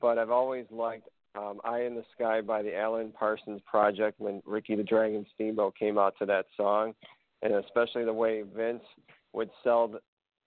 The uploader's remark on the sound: And, as always, we take your calls LIVE on the air!